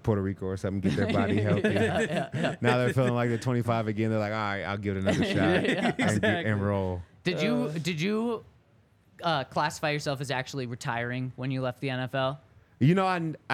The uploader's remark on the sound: coming to you LIVE from the DNVR Bar